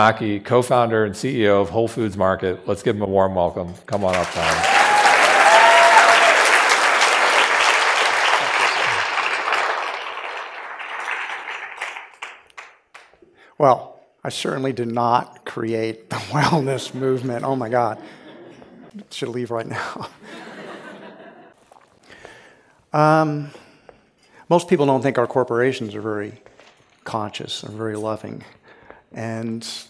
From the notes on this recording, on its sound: comes straight to us from the main stage of this year’s revitalize event